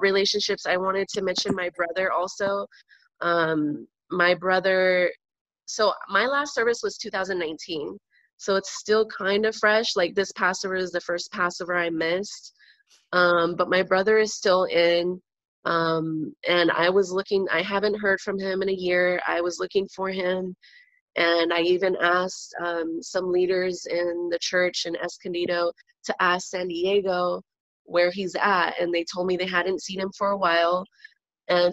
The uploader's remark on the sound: I was blessed to have had a Zoom conversation.